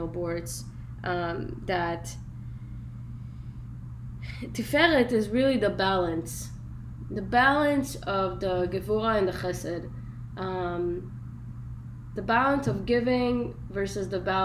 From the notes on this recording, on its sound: sorry for the poor quality :( recording